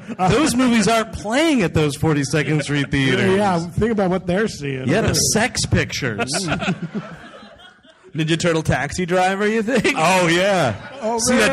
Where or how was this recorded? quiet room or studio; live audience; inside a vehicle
live audience